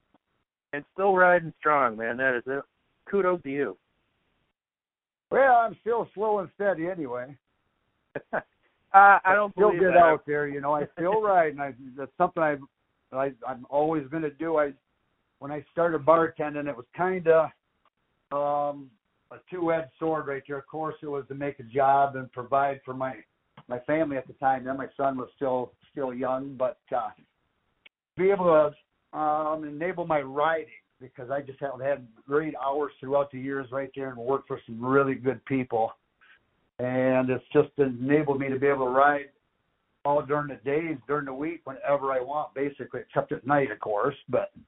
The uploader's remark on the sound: a phone conversation